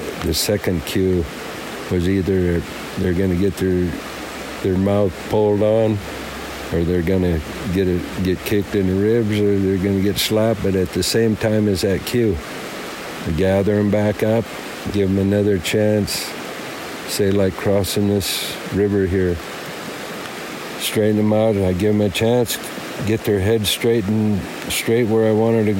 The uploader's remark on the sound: This interview was recorded in a cedar forest on the edge of Jocko Creek during a light rain storm. This episode was recorded on location in collaboration with Xplorer Maps .